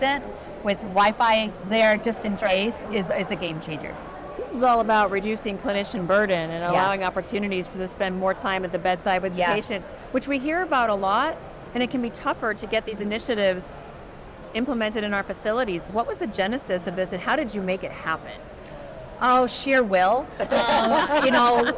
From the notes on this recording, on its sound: Today on the Conference channel, it’s an Interview in Action live from the 2023 CHIME Fall Forum.